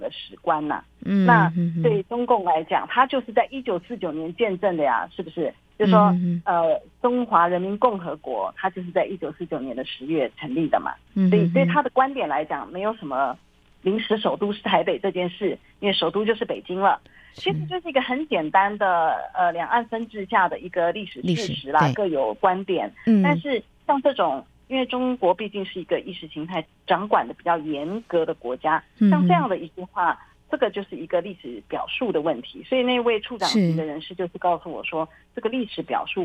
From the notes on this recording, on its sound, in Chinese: 連線訪問中央社駐上海記者